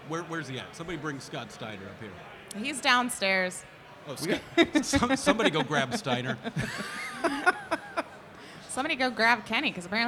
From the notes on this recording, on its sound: a live episode on the Podcast Movement stage at Starrcast